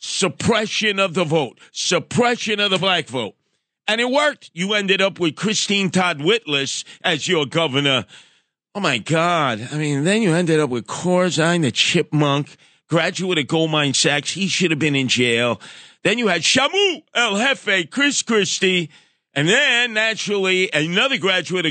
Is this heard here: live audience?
no